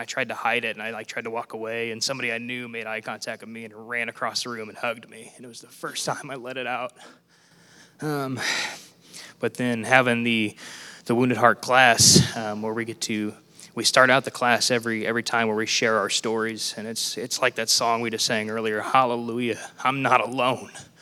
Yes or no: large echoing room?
yes